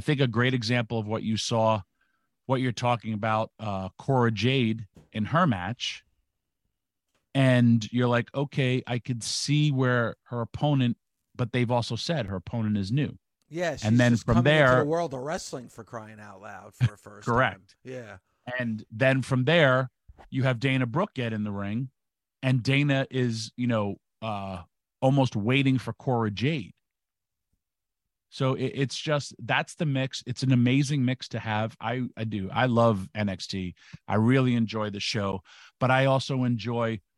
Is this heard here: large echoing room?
no